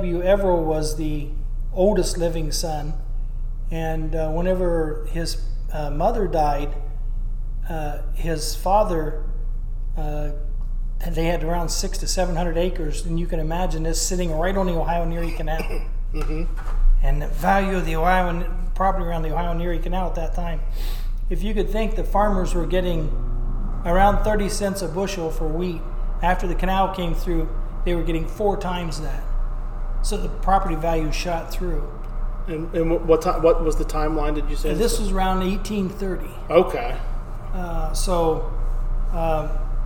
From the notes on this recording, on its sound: An old chapel church built and formed by a family of settlers from England in rural Ohio. We recorded this story on location and with these old wooden churches it can be met with some bouncing audio which we knew going in could be the case but it was a must for us to do this episode at the actual church. With echo and occasional sounds of the furnace.